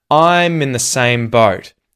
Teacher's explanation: It can almost be that both those words, in and the, get turned into a schwa sound.